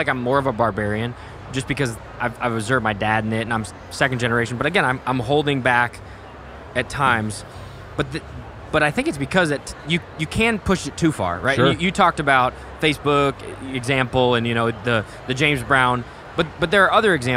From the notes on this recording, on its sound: Live from General Council 2023 in Columbus, Ohio!